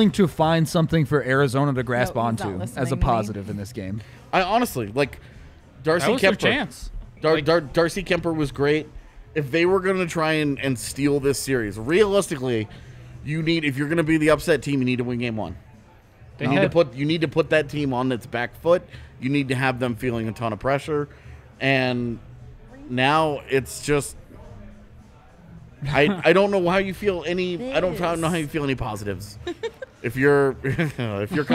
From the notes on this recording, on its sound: a live post-game show from the DNVR Bar